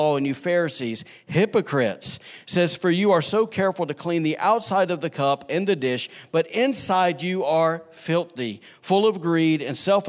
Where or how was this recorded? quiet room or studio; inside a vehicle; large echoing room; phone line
large echoing room